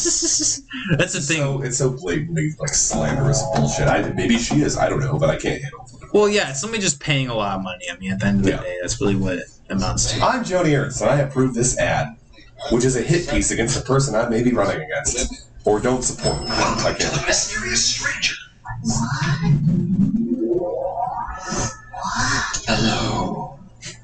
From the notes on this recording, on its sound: I apologize in advance for the lower than average quality of the audio. It's not a true McAllister Hours episode without some difficulties of some kind!